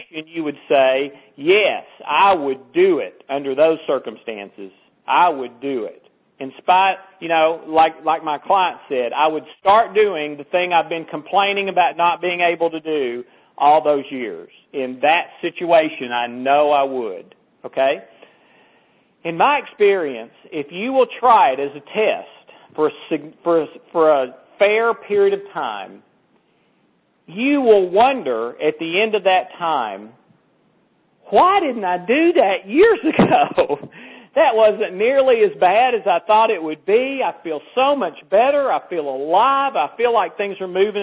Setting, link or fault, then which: link, phone line